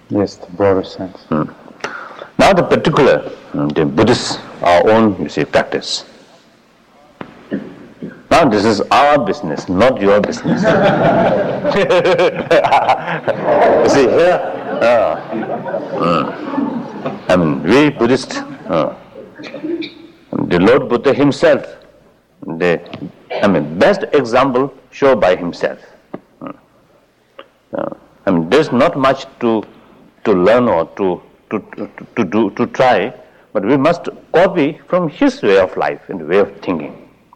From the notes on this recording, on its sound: In this 1979 talk at Insight Meditation Society